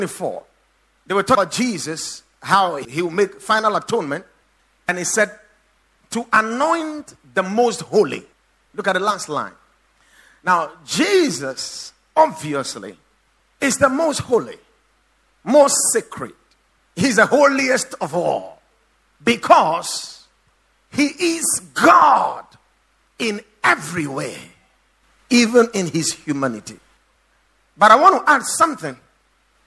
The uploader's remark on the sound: Preached at the Watered Garden Church